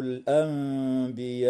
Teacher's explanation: النون الساكنة في كلمة الأنبياء وقعت قبل حرف الباء، فحكمها الإقلاب مع الغنة والإخفاء، ولا يخفى نوع المد ومقداره في هذه الكلمة.